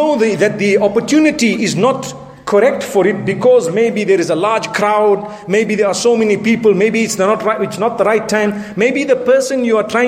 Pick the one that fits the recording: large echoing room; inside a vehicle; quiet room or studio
large echoing room